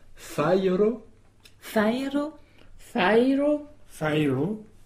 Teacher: Alors, fairo, ça s'écrit F-A-J-R-O. Fai, c'est une syllabe. Et donc, on n'accentue pas le J, on accentue fai en ensemble.